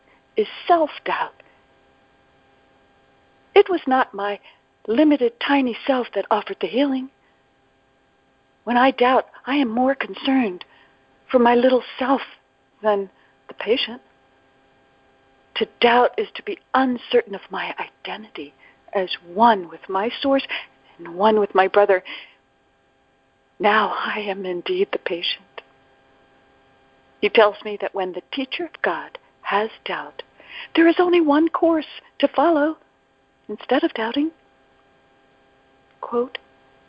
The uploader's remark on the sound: ACIM Daily TEXT Conference Call.